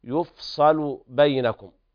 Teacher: قرأ ورش هكذا بضم الياء وسكون الفاء وفتح الصاد